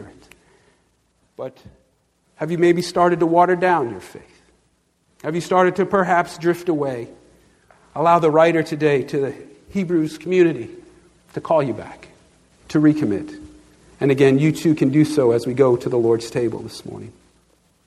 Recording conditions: large echoing room